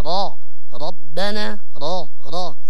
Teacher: أما إذا كان عليه فتحة نقرأه بالتفخيم